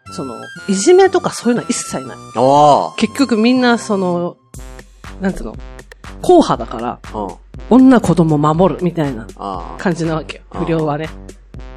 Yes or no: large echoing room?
no